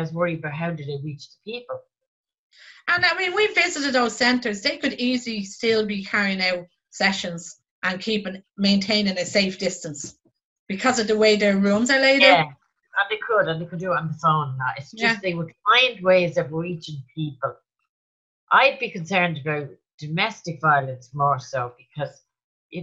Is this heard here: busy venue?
no